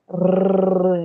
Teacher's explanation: É esse som é, de k. É, resh, o resh é um som de R, é o nosso R, mas é esse som rrr, enrolado